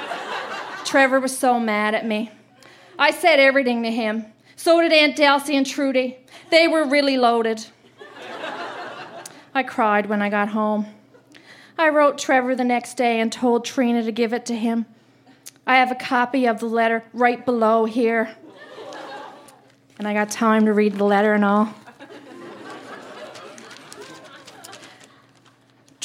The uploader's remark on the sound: Recorded live at The Company House in Halifax, NS.